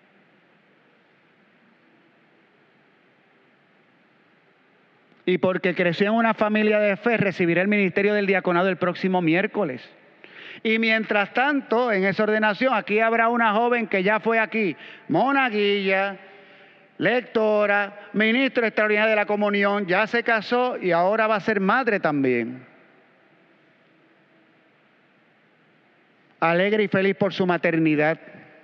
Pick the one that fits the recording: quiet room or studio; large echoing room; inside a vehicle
large echoing room